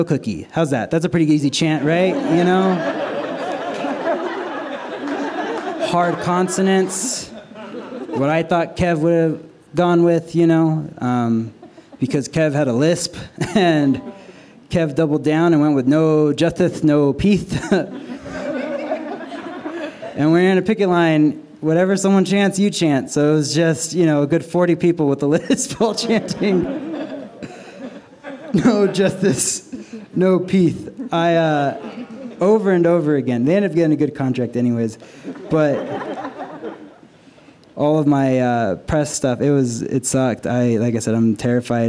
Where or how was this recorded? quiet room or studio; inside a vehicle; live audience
live audience